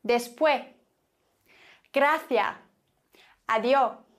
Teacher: Vielleicht hast du das auch schon öfter mal gehört, dass jemand sagt, gracias. Da wird einfach das S verschluckt am Ende.